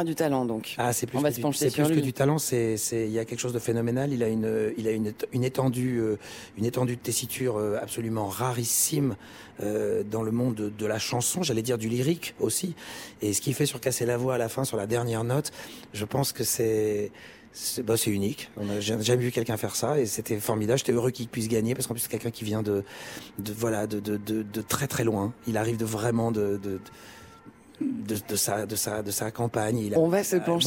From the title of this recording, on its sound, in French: en direct de Rolland-Garros